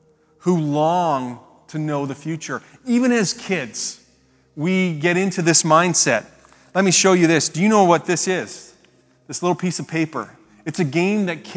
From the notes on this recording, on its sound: Speaks at SouthRidge Fellowship, a Langley church.